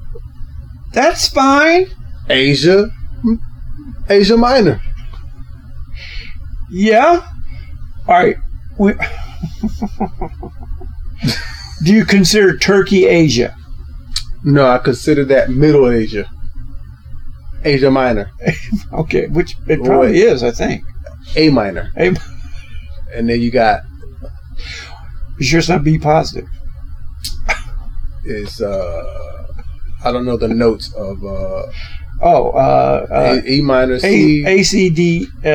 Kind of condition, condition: fault, poor sound quality